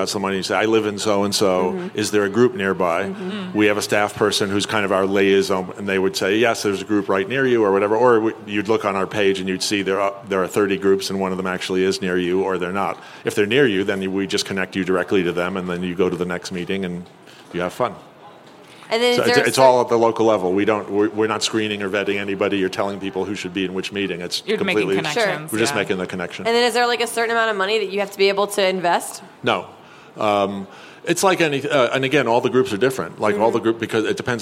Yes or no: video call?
no